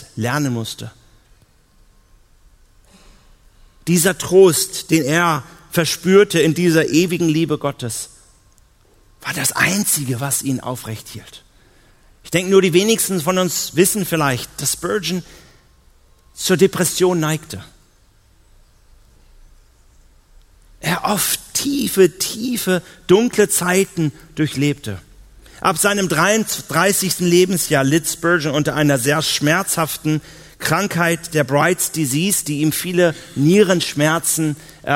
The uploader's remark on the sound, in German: auf der Evangelium21-Konferenz 2018 in Hamburg